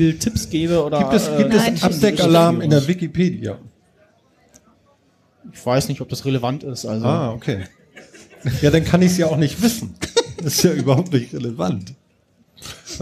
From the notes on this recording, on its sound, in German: Chaos Communication Congress statt Auf dem 33c3 in Hamburg fand die dritte Ausgabe statt, erstmals vor großem Publikum und unter Alkohol Einfluss! An vierter Stelle gab es wechselnde Teilnehmer aus dem Publikum vor Ort!